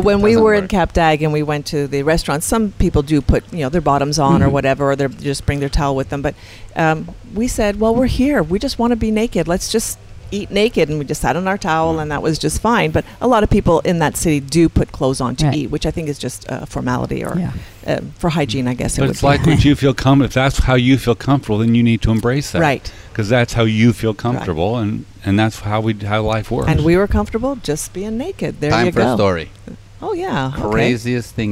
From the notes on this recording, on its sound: broadcasting on location at Hedonism II in Jamaica